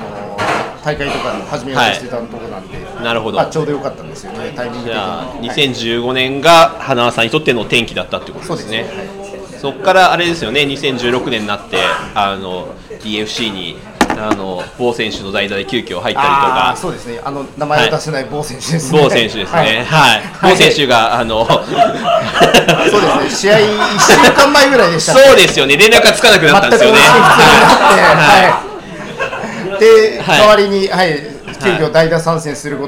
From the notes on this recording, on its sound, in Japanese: 久々に公開収録を行いました